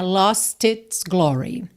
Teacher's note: o T de lost foi usado para juntar com its, né? Lost its glory.